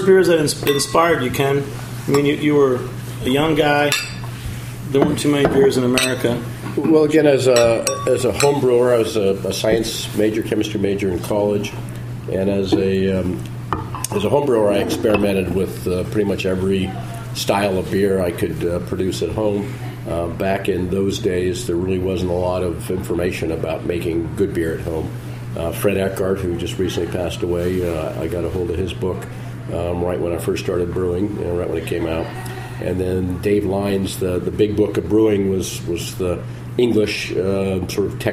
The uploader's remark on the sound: Recorded off-site at Jimmy's No.